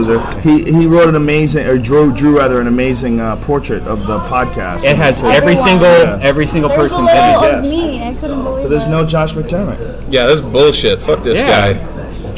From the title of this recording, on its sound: LIVE FROM THE ICEHOUSE